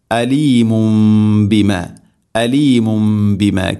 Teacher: തൻവീനോ നൂനുസാക്കിനക്കോ ശേഷം ബ വന്നാൽ ഇഖ്ലാബ്, ആ തൻവീനിനെ മീമാക്കി മാറ്റണം